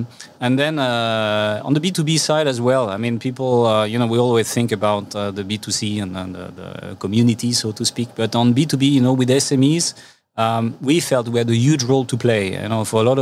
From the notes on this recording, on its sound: Recording straight from the Mobile World Congress in Los Angeles. First-ever, face-to-face edition of the podcast.